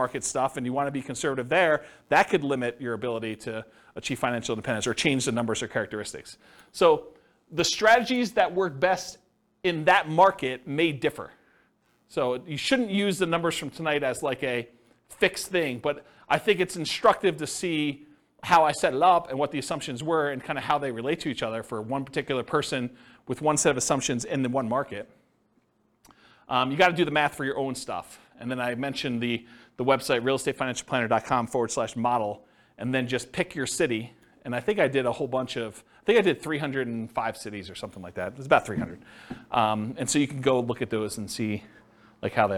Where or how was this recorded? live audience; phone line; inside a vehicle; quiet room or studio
live audience